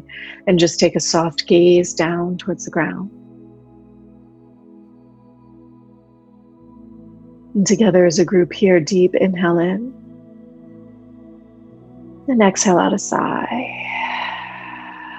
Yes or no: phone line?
no